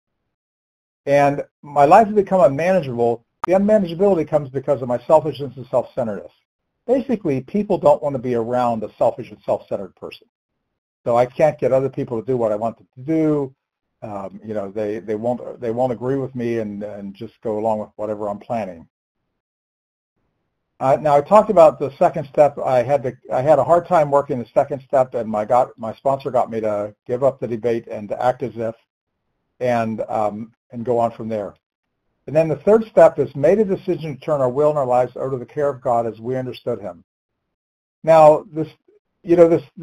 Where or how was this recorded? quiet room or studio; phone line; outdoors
phone line